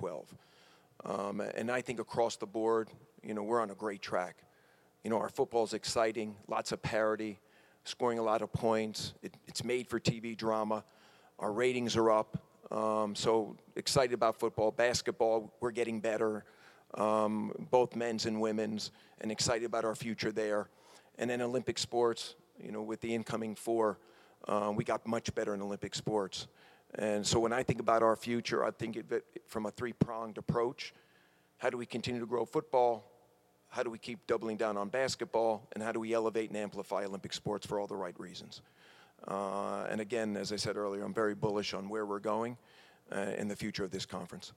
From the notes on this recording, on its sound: Press conference at Big 12 Basketball Media Day. In Kansas City, Missouri.